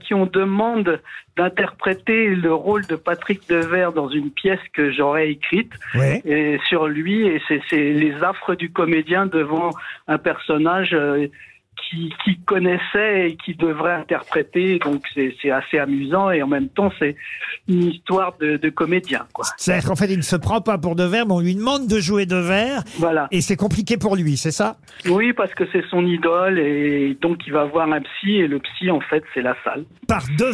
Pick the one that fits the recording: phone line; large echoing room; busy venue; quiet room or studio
phone line